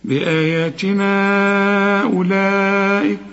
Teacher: وعند الوصل لا هتمد أربع حركات علشان بعد المد همزة